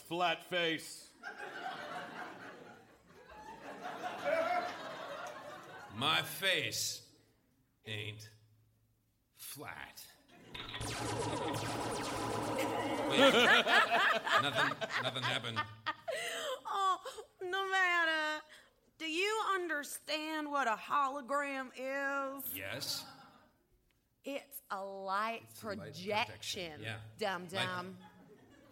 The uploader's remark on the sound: Recorded Live 1/9/2011 at Largo, Los Angeles.